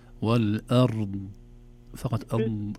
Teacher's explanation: يعني الضاد ليس فيها قلقلة